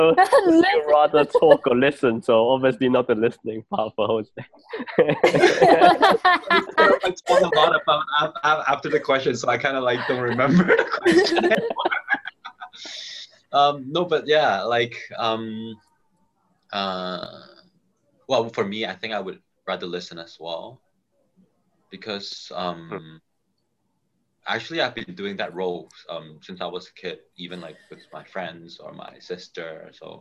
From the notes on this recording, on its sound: we take this week's episode onto Zoom